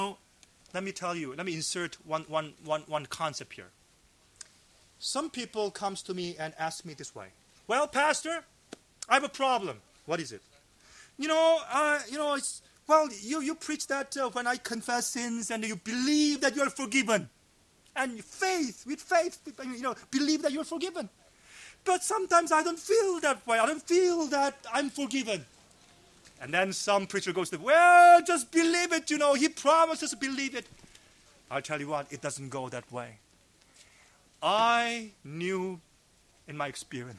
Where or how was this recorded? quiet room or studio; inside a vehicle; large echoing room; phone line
large echoing room